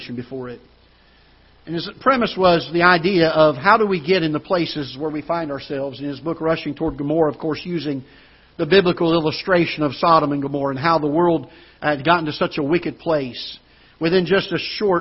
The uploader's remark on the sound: Ketha Heights Baptist Church ~ Live Broadcast